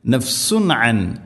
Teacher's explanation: തജ്സി നഫ്സുൻ അൻ നഫ്സിൻ, തജ്സി നഫ്സുൻ, നഫ്സ് അല്ല, നഫ്സുൻ, ഖലഖല ചെയ്യരുത്, നഫ്സുൻ, നഫ്സുൻ അൻ നഫ്സിൻ. തൻവീനു ശേഷം ഐന് ഇദ്ഹാർ ചെയ്യണം, അവിടെ വെളിവാക്കി ഉച്ചരിക്കണം